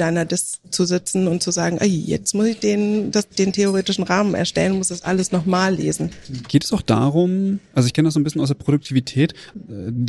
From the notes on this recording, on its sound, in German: Live vom Forschungskongress des BIBBs.